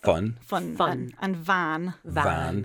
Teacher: Both of those are what it's called labiodental sounds, and that means that your top teeth have to touch your bottom lip.